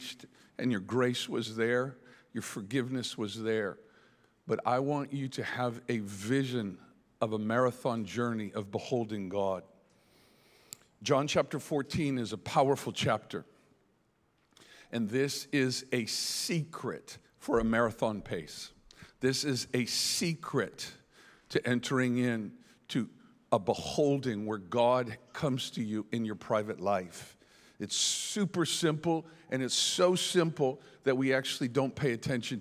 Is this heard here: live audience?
yes